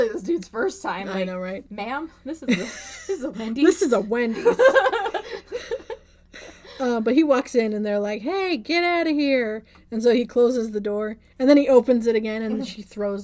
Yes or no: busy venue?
no